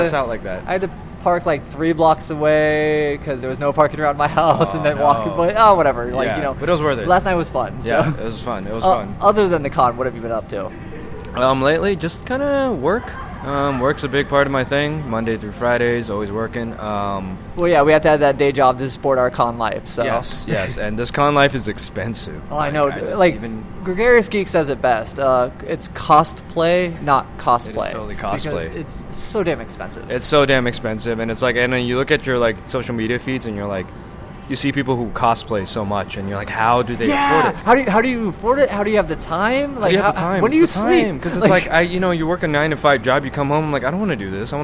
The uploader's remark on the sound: This was recorded on Sunday at Anime California 2016. On location episode.